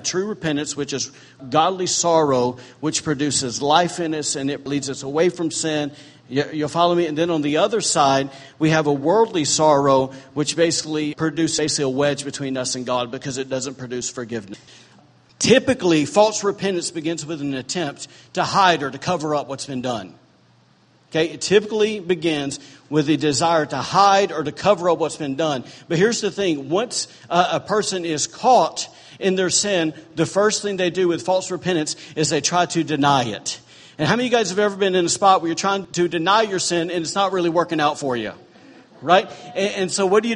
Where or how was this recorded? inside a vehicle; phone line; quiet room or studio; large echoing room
large echoing room